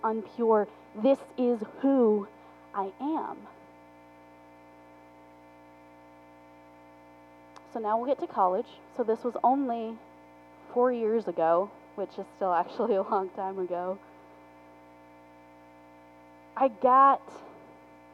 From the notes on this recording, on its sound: Forgive the poor audio quality